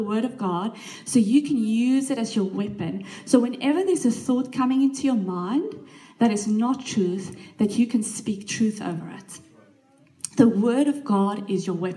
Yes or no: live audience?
yes